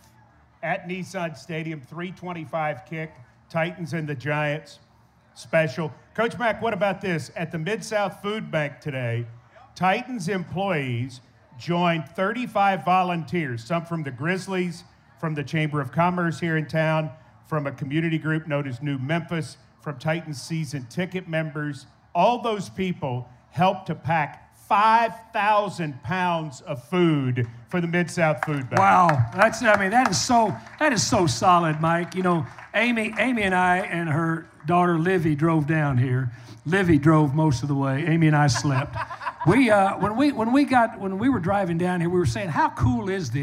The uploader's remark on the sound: LIVE at Memphis for 901 Day